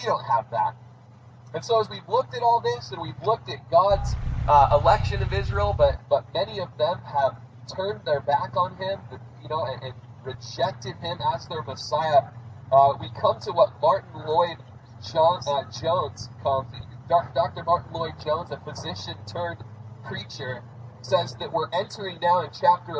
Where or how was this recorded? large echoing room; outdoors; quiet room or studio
outdoors